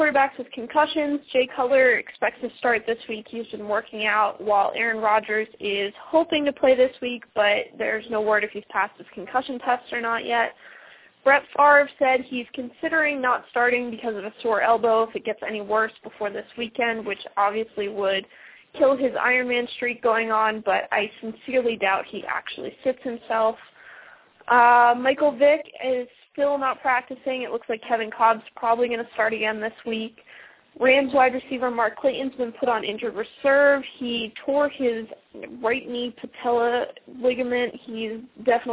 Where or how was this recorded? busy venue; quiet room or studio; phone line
phone line